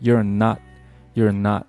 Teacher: not 我们需要在 t 这个位置呢做一个半音的处理，读成 halft